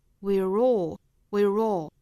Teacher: Even if our sins don't exist.首先来做英音的语音讲解。我们来看第一个单词，这个 we are 的缩约形式，我们要把它读成 we.大家能够注意到里面有一个小小的 ye 的加音吗？ ye, we.再跟后面的 all 连读，我们说要加上一个小小的 r